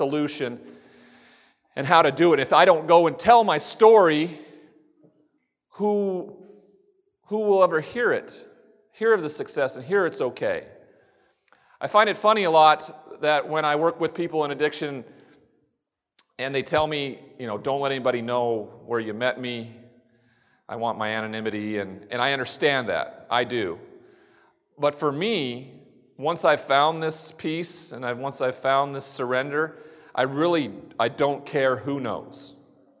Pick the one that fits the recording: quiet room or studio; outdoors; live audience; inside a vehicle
live audience